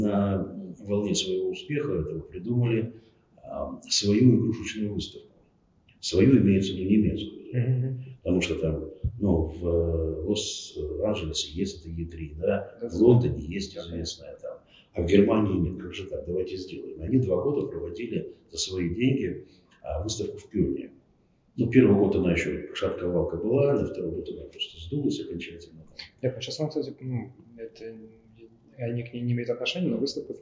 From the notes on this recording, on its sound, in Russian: По техническим причинам звук у подкаста своеобразный, но это вообще первое моё очное интервью, так что извиняйте.